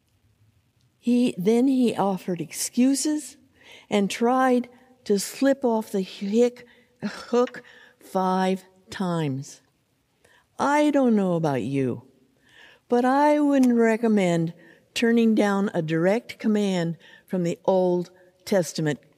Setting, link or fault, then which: setting, large echoing room